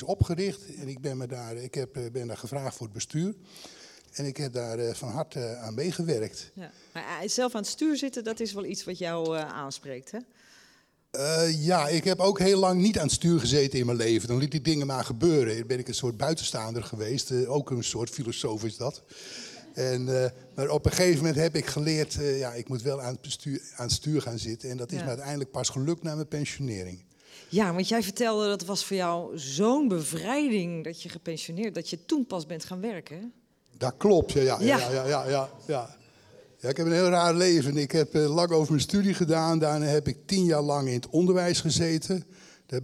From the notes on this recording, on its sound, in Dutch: In deze aflevering van Haags Verhaal in Beeld en Geluid keken we met het publiek